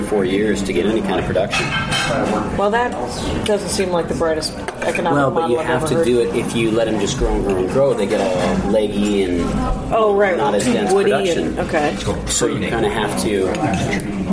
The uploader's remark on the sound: Dork Expedition to Atlas Coffee, Seattle. It might be loud, but it’s awesome. Because of the guerilla nature of the taping, there is background noise. It should be able to be done better with other equipment. Try to hear the waitress’s political opinion in the background.